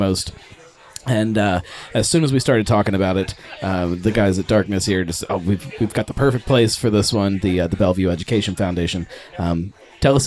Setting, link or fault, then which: setting, busy venue